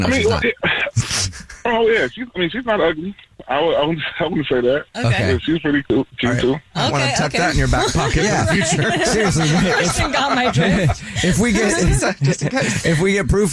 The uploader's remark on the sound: on the phone today